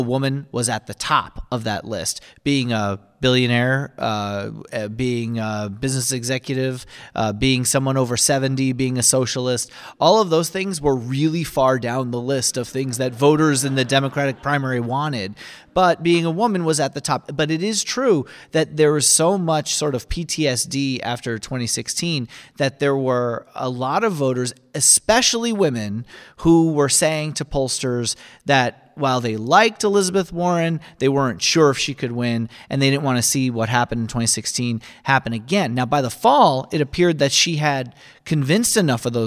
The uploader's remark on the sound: Recorded in front of a live audience at Drew University in Madison, New Jersey. As part of Drew Forum's Speakers Series.